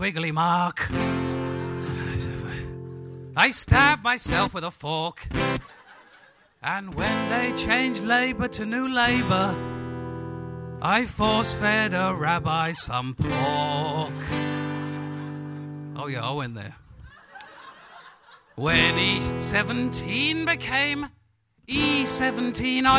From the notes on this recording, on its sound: Live from the Leicester Square Theatre. A little taste of what goes on at the monthly live show.